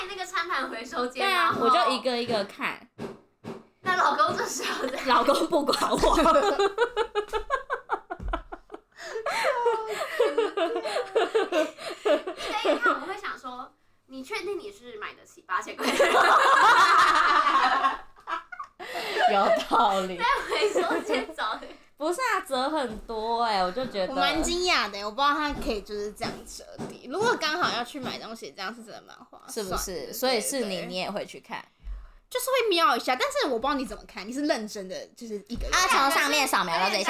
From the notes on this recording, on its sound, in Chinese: 第一次錄音，音質請見諒，少女們太吵也請見諒。